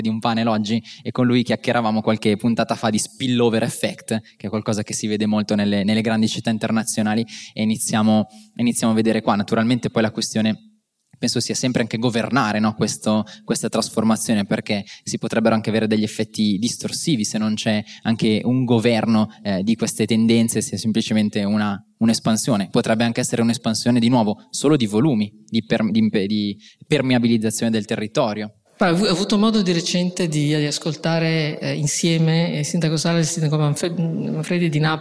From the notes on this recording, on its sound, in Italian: In questa puntata live registrata il 26 ottobre 2023 durante Future4Cities, il festival delle città che cambiano.